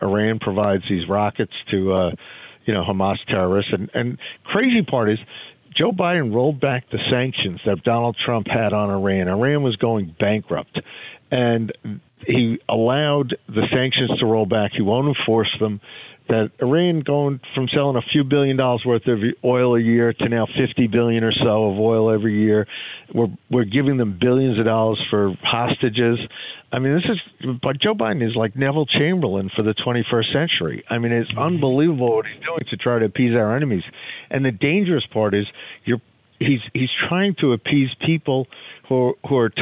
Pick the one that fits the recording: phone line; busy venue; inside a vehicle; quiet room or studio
phone line